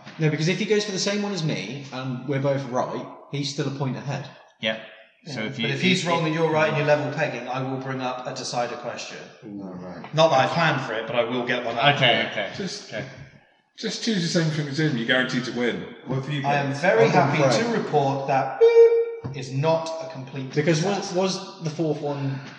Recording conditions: poor sound quality